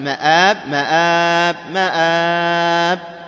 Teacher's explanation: مآب عند الوقف عليها مد بدل لأن الهمزة تقدمت، ومد ماذا؟ مد عارض للسكون